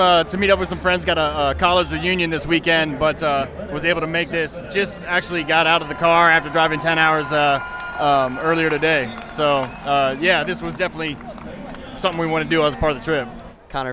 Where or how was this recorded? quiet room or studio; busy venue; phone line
busy venue